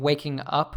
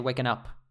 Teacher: But a lot of times we would say, instead of saying waking up, we'd say waken up. So kind of dropping the G and connecting them. · Shown in: second take